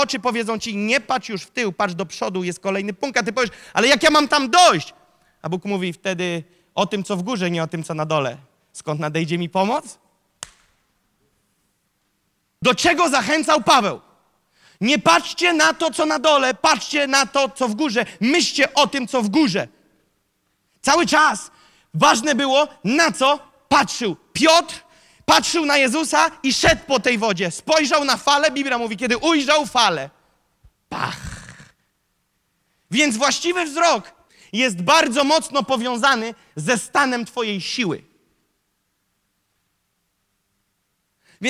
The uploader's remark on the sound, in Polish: Zostało nagrane podczas nabożeństwa NOF Church 12. Wyostrz swój duchowy wzrok!” to fragment nauczania, które zostało nagrane podczas nabożeństwa NOF Church.